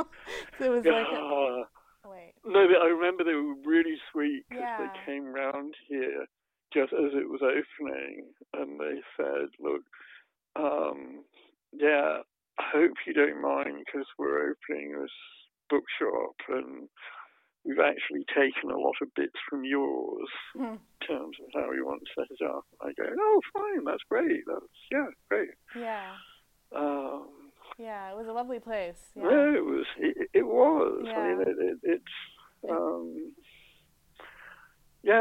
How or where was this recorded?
phone line